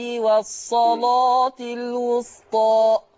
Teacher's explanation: لما تيجي لام مفتوحه قبلها صاد مفتوحه ورش يعمل ايه؟ بدنا نفخم اللام